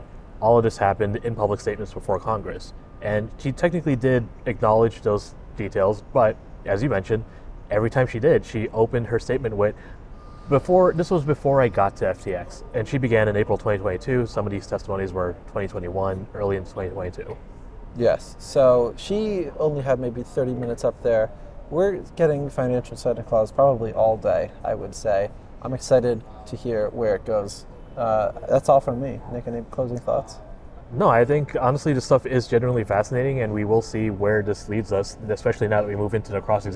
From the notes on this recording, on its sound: Records outside the courthouse (and inside a bar, pardon the noise).